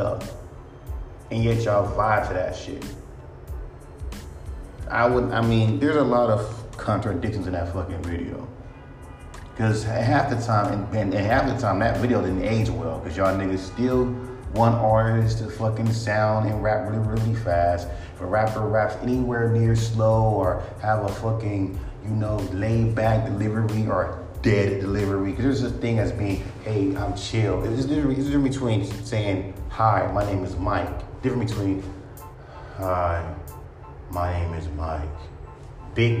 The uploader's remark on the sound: Just saying sorry for the background noise I had to speak on this.